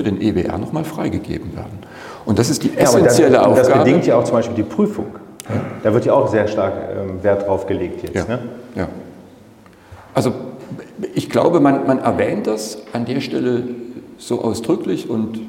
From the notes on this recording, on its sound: GMP-Konferenz in Mainz. Live Podcast Session.